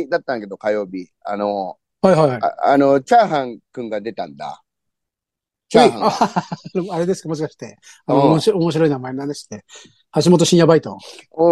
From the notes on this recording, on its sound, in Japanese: ZOOMで収録